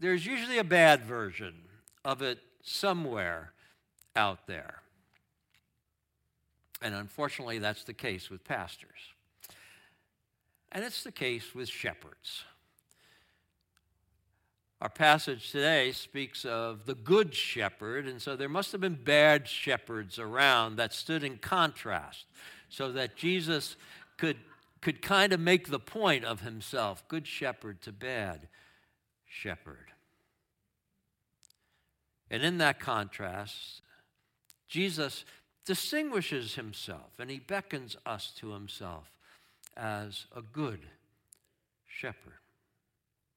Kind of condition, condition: setting, large echoing room